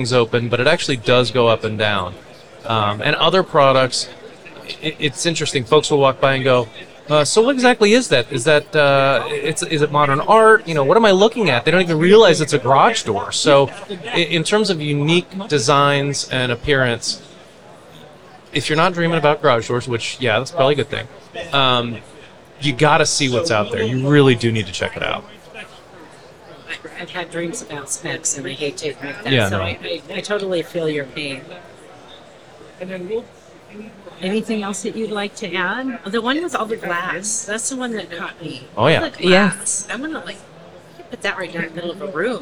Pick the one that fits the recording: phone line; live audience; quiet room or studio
live audience